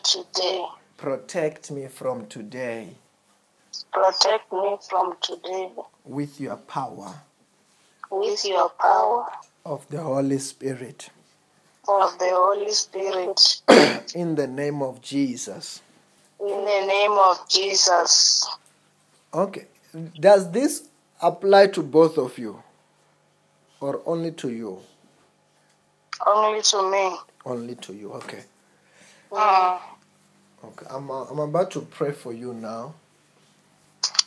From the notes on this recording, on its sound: healing over the phone